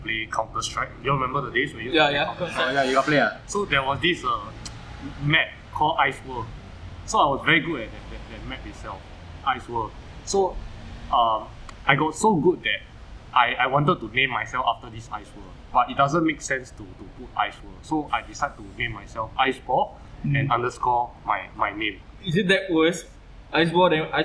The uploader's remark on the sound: This is our first doing podcast episode with 2 guest outdoors, so sorry for the background noise.